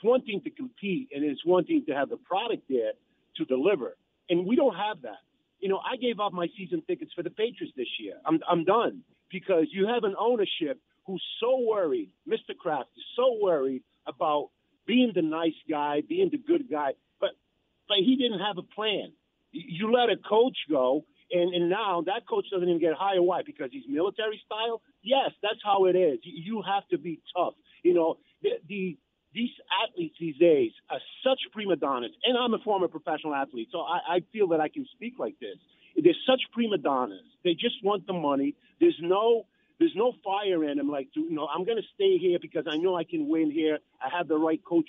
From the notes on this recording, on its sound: take your calls texts and tweets live on the air